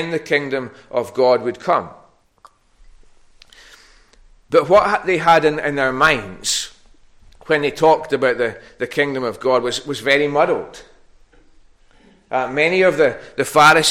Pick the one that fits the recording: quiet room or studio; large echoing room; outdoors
large echoing room